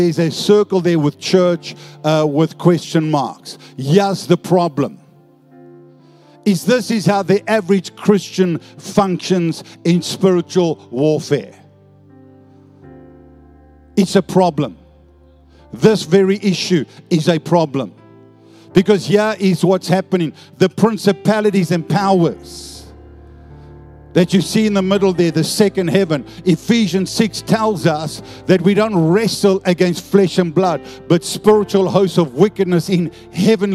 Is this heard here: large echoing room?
yes